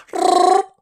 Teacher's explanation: But the kind of noise, I kind of do like a rolling R and make it a bit more throaty